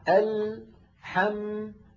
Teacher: لاحظوا اللام ساكنة، حم الميم ساكنة، فزمن اللام وزمن الميم واحد.